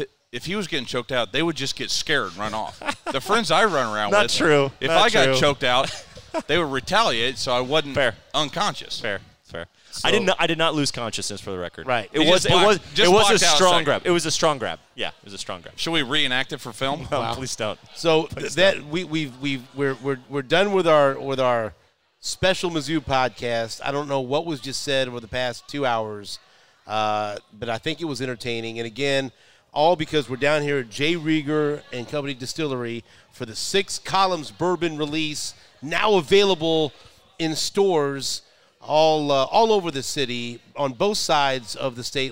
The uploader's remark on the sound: We're live at J Rieger & Co. It's the unveiling of J Rieger's new Six Columns Straight Bourbon Whiskey collaboration.